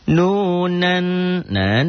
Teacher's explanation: nun mati ketemu nun, idgom bigunah